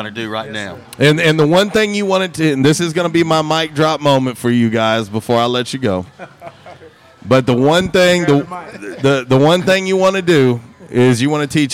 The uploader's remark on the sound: LIVE from J'Town's Grill